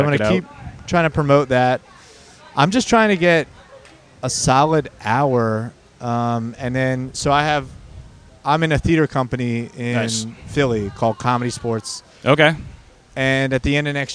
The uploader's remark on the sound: Recorded outside the comedy open mic at The Tin Roof. Every other Wednesday in downtown Baltimore.